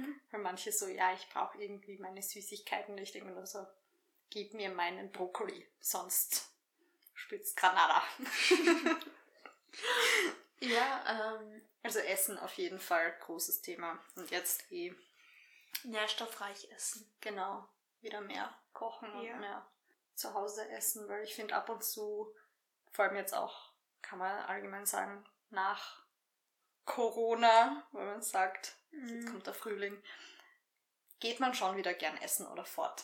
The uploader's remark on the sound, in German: Hinweis: Die Tonqualität dieser Folge ist leider nicht optimal. Wir sind noch Neulinge auf dem Gebiet, arbeiten aber daran dies in den zukünftigen Folgen zu verbessern.